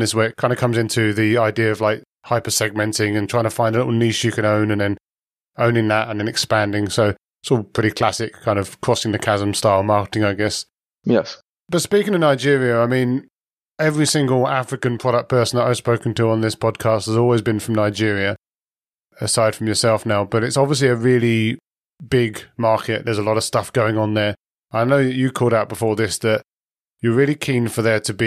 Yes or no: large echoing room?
no